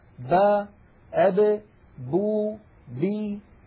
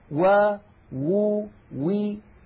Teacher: نلاحظ بأن الباء والميم بانطباق الشفتين، وأن الواو بانضمام الشفتين إلى الأمام مع بقاء فرجة بينهما